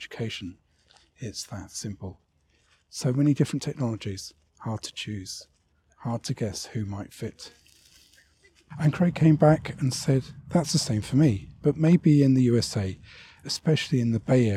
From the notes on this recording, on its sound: Another walking podcast, this time it's from Bedfont Lakes country park in west London.